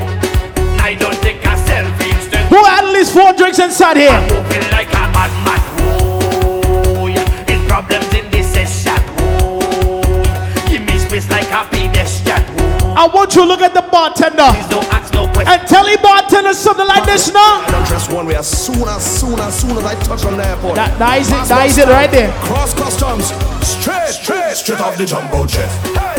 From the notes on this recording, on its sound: TECH XII LIVE AUDIO FROM VIKING ENT